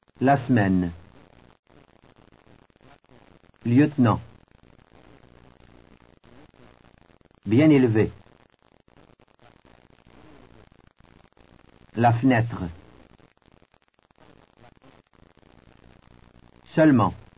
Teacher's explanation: The middle position, E, preceded by a single consonant sound, is not pronounced.